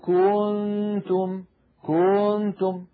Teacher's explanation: المطة الزائدة ولدت من ضمة الكاف واوا، أي زادت حرفا، زادت حرفا في التلاوة، وهذا خطأ شنيع. · Term: التمطيط